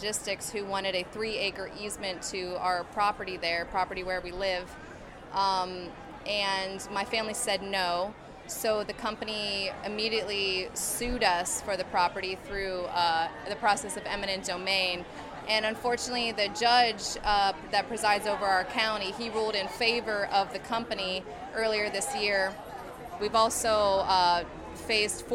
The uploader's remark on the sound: Live From the DNC Protests in Philly. My audio piece combines interviews with protesters and activists, sounds of the ...